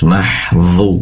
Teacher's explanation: pastikan dhu berasal dari ujung lidah yang ditempelkan ke ujung gigi seri atas seraya mengangkat pangkal lidah ke atas, karena dho salah satu sifat yang, salah satu huruf yang memiliki sifat tebal.